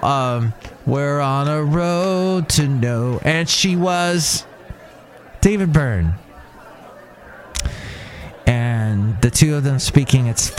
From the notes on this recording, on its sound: podcasts live from Cafe Anyway